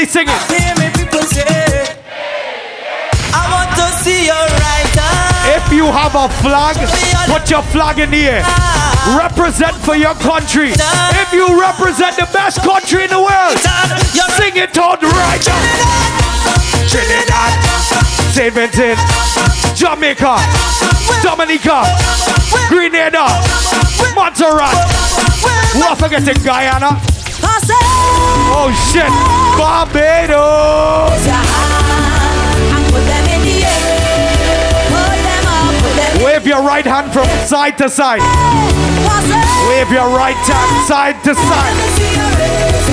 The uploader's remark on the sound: LIVE AT WUK U SUMMER SCHOOL!